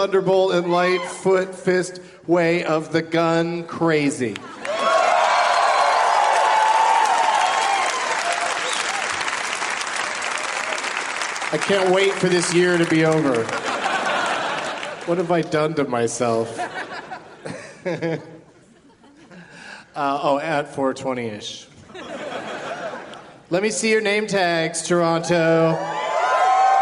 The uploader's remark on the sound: Live from Toronto's Just For Laughs Festival